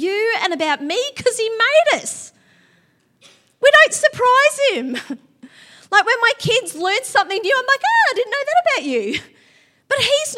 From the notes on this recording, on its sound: Theme Sunday. LIVE at Echo Church.